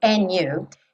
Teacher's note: como acontece muitas vezes, esse D sumiu. Poderia não sumir.